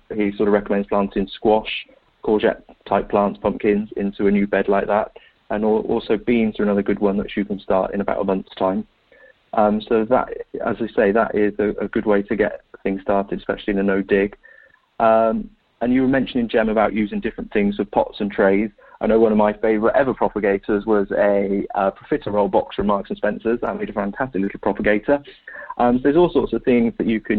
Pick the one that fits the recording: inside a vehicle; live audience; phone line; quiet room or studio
phone line